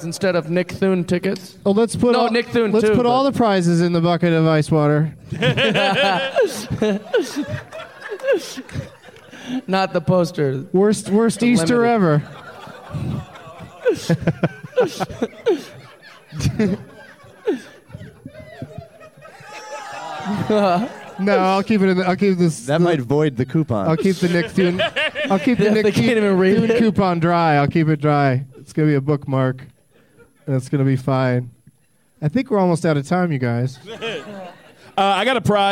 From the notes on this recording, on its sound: Live from Fantastic Fest in Austin, TX